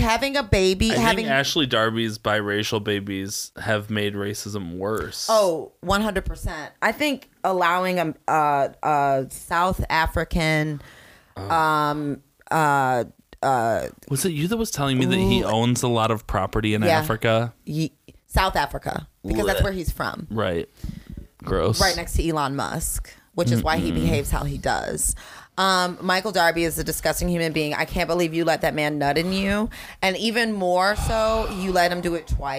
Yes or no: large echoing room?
no